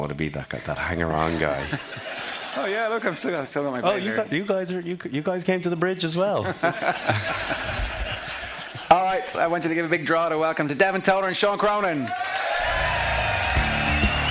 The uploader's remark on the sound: live in Drogheda